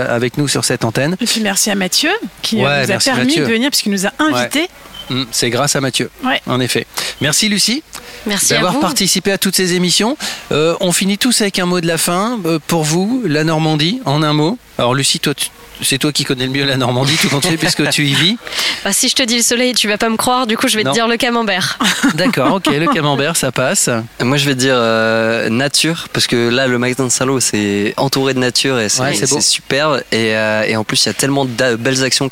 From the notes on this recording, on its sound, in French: On termine notre semaine spéciale en direct du magasin Decathlon Saint Lô.